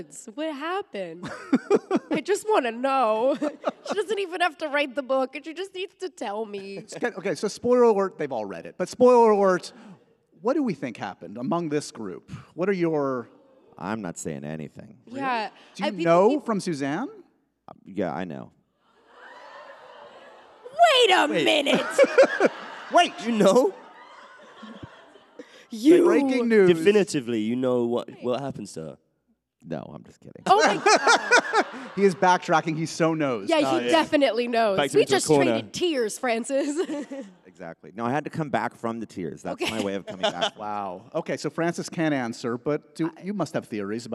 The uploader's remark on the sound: A LIVE taping and goodbye to their press tour.